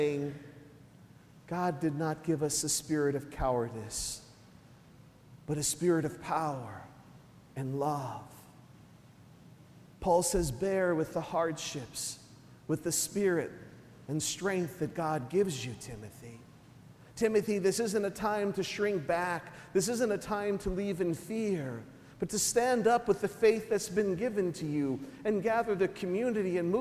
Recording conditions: large echoing room